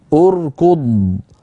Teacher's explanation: تضم همزة الوصل عند البدء بالفعل إن كان الحرف الثالث منه مضموما ضما لازما، وهذه الأمثلة أمامنا نحو أركض، لاحظوا بأن الكاف مضمومة فبدأنا بهمزة مضمومة